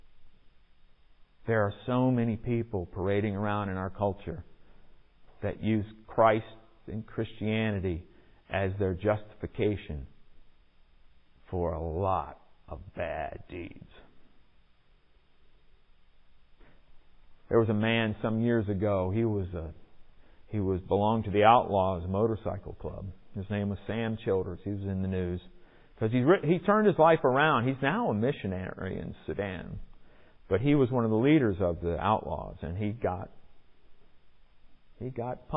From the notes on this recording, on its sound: Recorded in the MPPC sanctuary on Sunday, November 21, 2021.